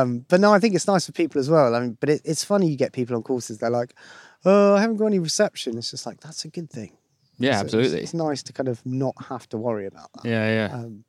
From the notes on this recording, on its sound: spends a day in the East Sussex countryside